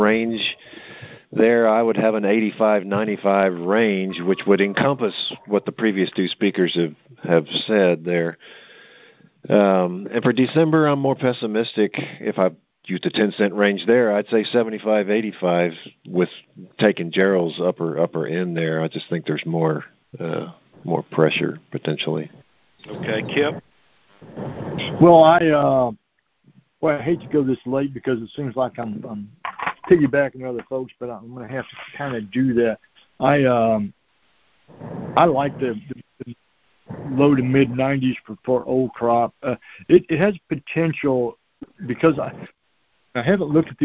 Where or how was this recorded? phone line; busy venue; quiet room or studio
phone line